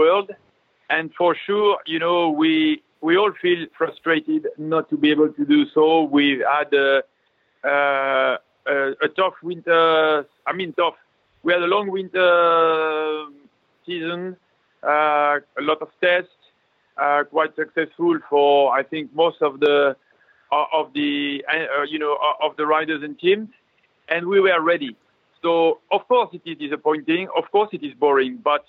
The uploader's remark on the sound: Talked to us over the phone from where he’s locked down in France.